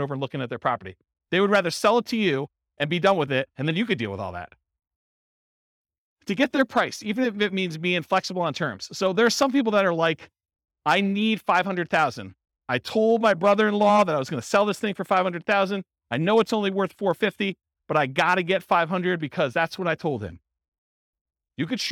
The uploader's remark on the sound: This was a live class recorded to give investors a solid qualitative overview of all the different real estate investing strategies. Cape Coral, Florida.